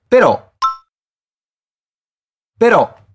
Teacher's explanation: Você conseguiu ouvir que tem um acento bem forte no O?